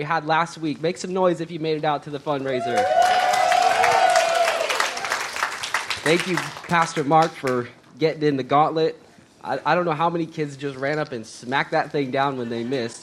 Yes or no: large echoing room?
yes